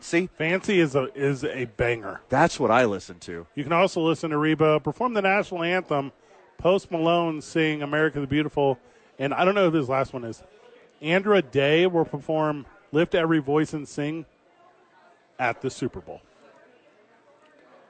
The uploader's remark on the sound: Live at Sadies!